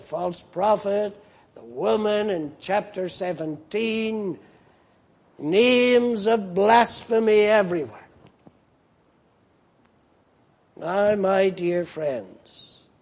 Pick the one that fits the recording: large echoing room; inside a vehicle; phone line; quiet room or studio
large echoing room